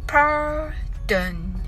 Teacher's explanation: 発音はパーと言いながら巻き舌をします。巻いた舌先は上顎にはつけません。